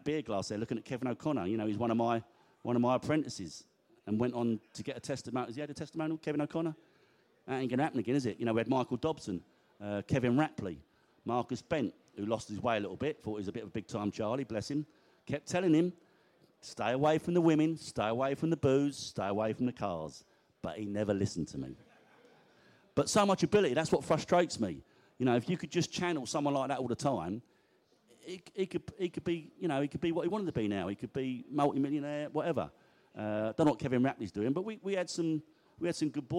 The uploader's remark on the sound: Q&A At The Beesotted Social in the Pub